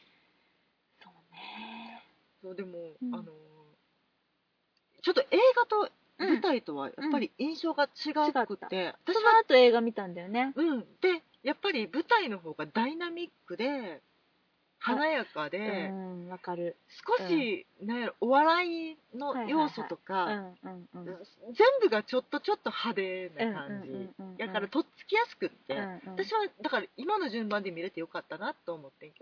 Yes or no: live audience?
no